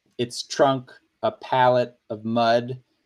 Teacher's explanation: the pal is stressed and the mud is stressed, but the et and the of are not stressed